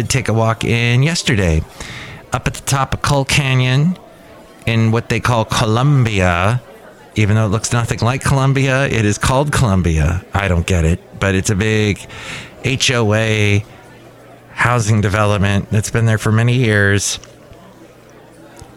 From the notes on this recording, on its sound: podcasts live from Café Anyway